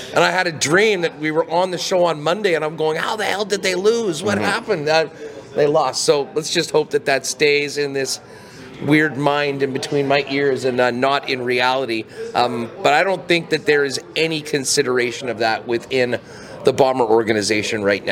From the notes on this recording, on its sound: LIVE at the 110th Grey Cup in Hamilton